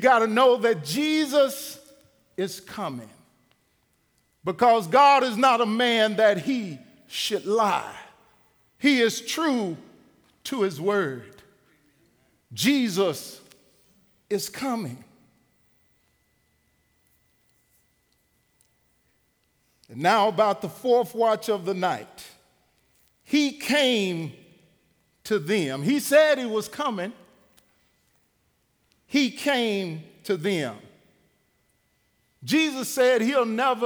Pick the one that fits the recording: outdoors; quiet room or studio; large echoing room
large echoing room